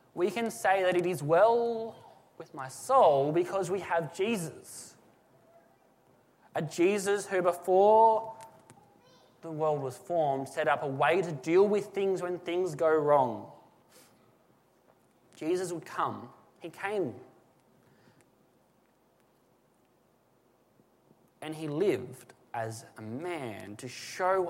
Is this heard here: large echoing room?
yes